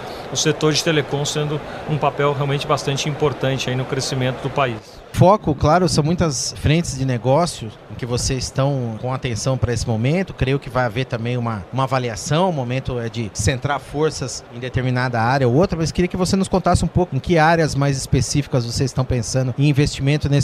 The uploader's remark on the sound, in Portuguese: Em entrevista gravada no Futurecom.